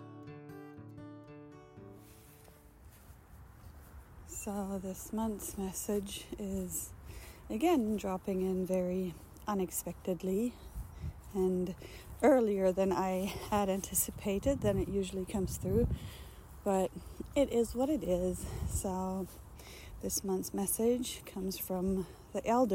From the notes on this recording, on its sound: This recording was very spontaneous again, unfortunately, therefore without my mic, recorded directly into the phone. The autumn wind had some fun in it as well, sharing its own message relentlessly. I tried reducing it, because I‘m really sound sensitive and struggled a bit with it. I couldn‘t get it out without making it sound like I‘m in an empty factory building.